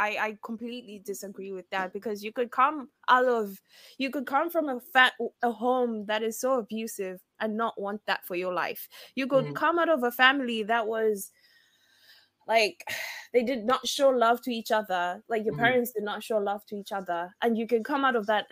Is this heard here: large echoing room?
no